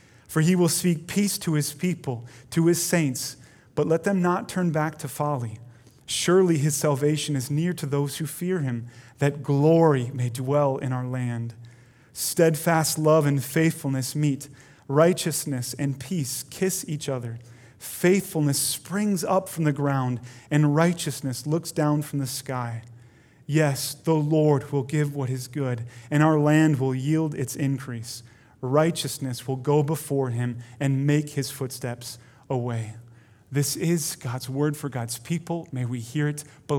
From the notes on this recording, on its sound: Delivered Sunday, July 26, 2020 at Woodridge Community Church (New Berlin, WI).